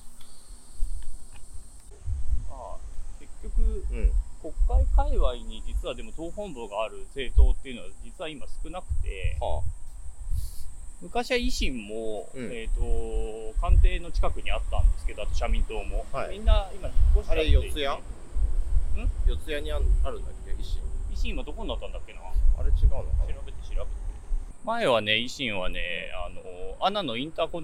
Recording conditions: wind noise